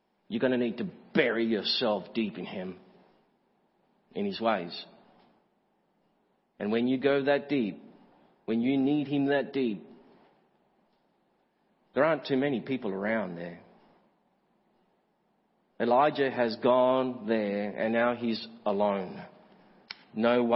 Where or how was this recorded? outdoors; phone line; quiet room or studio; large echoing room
large echoing room